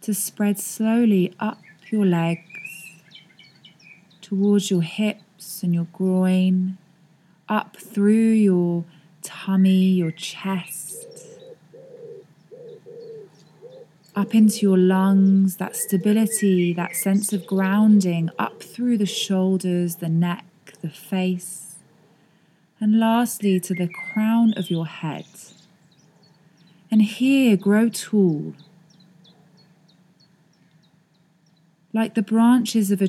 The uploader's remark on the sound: Recorded this outside so you can hear nature no matter where you are.